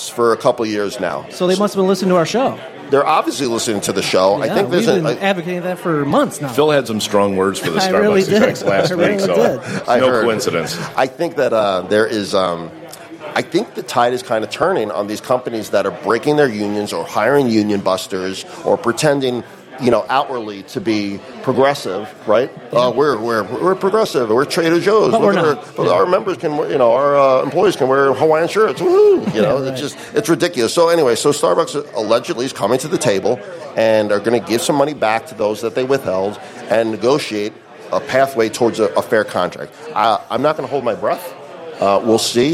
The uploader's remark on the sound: The Workers’ Mic live at Café Bionda. The first live show from Café Bionda in the South Loop in Chicago!